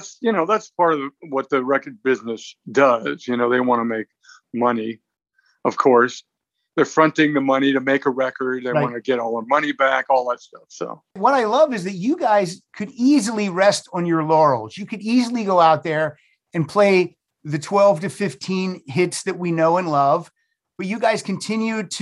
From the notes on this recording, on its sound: the Zoom Room